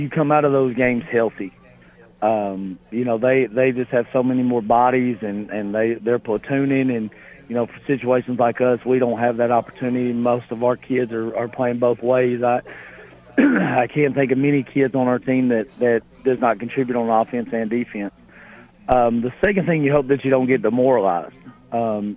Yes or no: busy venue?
yes